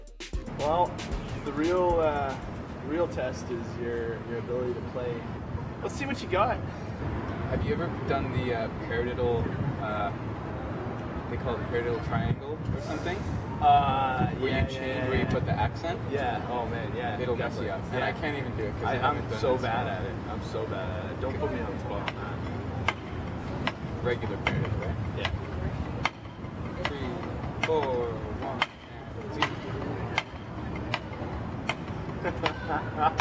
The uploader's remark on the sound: Thank you for your understanding on the background noise volume. I was learning how to mic things properly and have since seen major improvements.